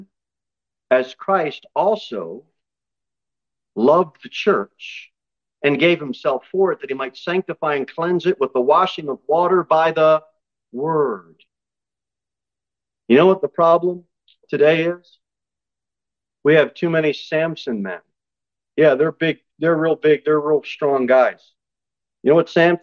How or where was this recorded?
large echoing room